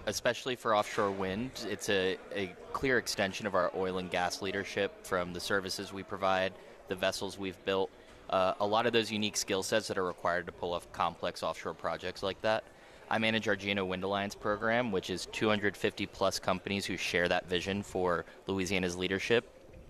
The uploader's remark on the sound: Is broadcasting LIVE from GNO’s Inc.’s Annual Luncheon at the Hyatt Regency New Orleans.